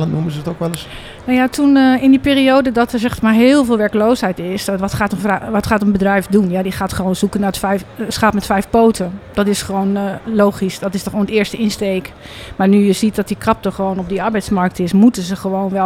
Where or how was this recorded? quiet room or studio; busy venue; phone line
busy venue